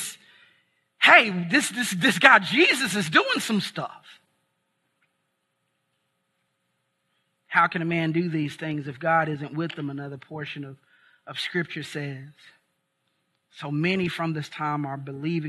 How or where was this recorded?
large echoing room